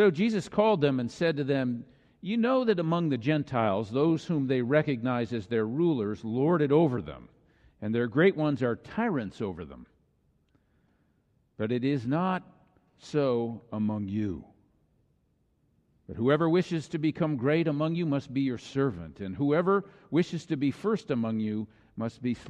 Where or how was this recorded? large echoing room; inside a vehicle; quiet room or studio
large echoing room